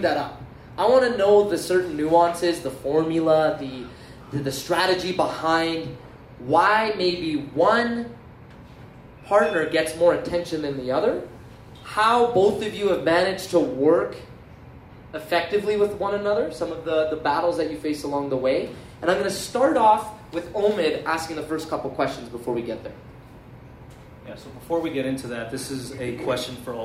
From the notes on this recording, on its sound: Our 1st Live Event went above and beyond our expectations. Doing what we love in front of a live audience - we hosted loved ones and fresh new faces.